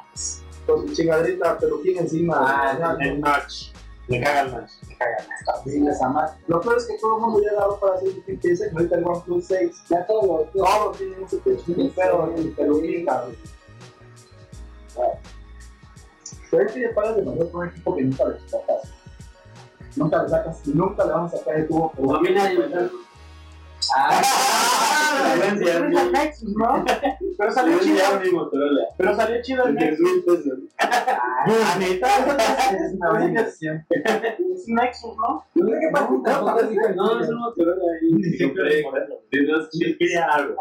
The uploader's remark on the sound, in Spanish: Disculpen que el audio quedara de la chingada, ahora sabemos que el micrófono no funciona en exteriores.